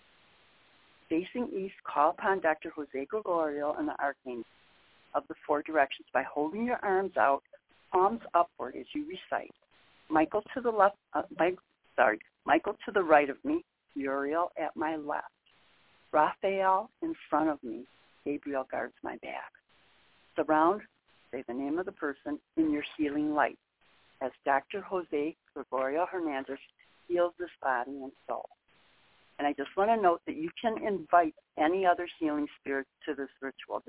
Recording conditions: phone line